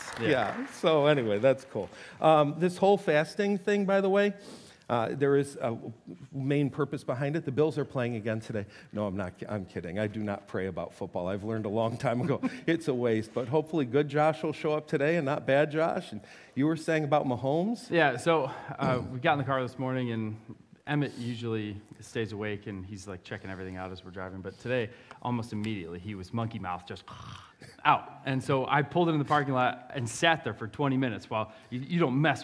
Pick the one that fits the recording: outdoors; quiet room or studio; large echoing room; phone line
large echoing room